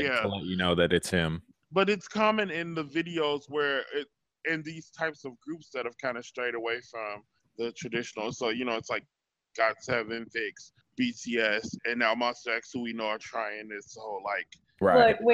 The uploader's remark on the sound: Sorry for any audio problems, we had difficulties this week.